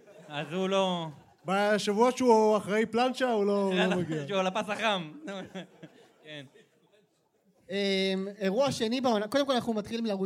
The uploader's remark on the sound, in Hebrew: במועדון הגריי בתל-אביב שהוקלטה ב-21 באוגוסט 2023